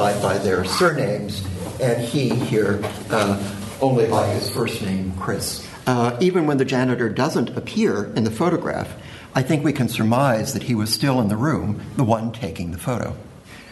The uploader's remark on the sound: Keynote paper given at the symposium